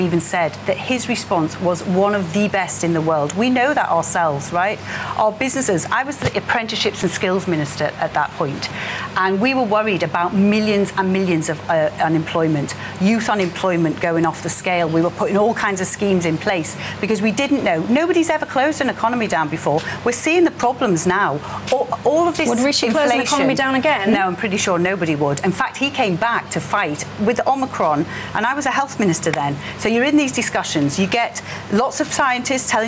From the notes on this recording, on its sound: all the reaction from the live audience